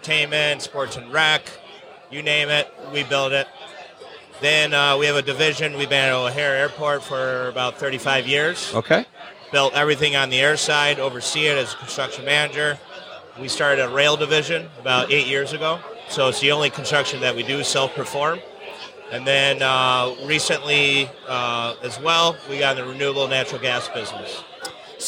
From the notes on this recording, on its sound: Conversations Live at the Level Up Social Club Event. Then we have numerous other guests jump on the mic to share their own brand stories.